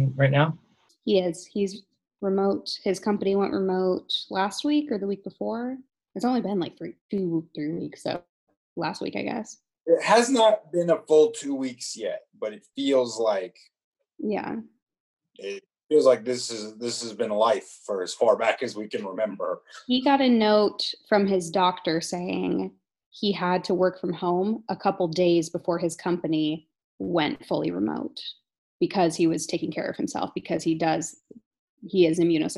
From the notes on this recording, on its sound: Talks to her producers on a Zoom call about some of the dirtier aspects she’s noticed.